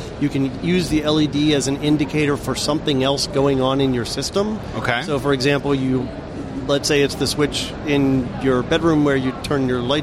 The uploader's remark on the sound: Talk live from the show floor at CES 2020.